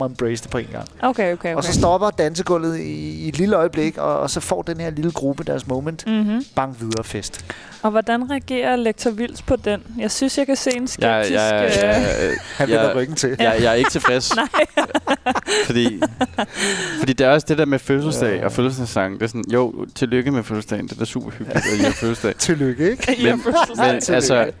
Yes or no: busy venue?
yes